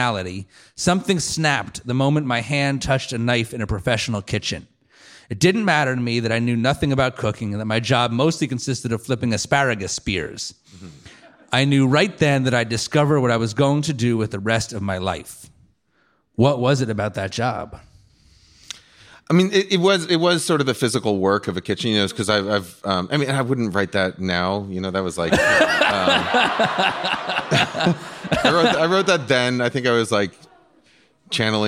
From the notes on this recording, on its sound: on stage at Swedish American Hall in San Francisco